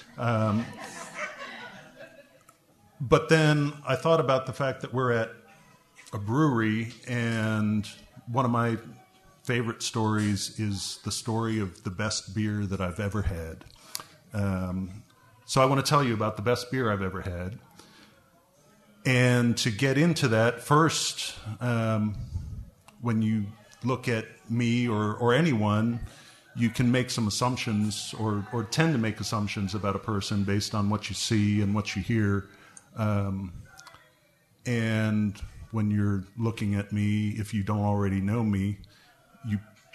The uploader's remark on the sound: Recorded live at High Cotton Brewery in Memphis, TN.